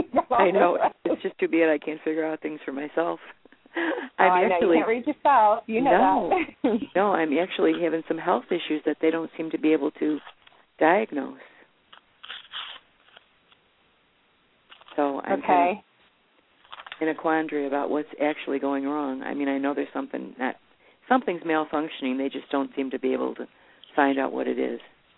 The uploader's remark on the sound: live call in guests